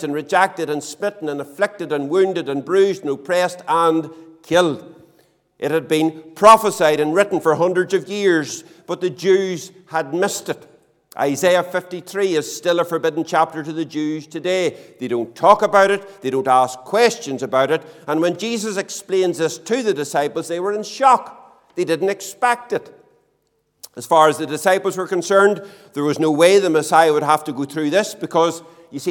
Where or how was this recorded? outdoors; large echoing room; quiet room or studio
large echoing room